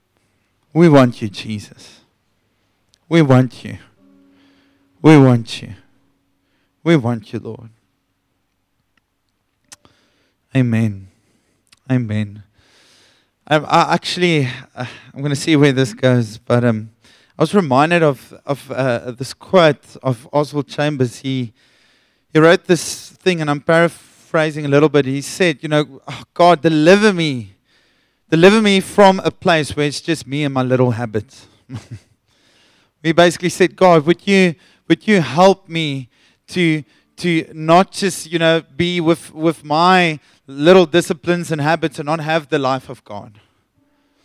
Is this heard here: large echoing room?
yes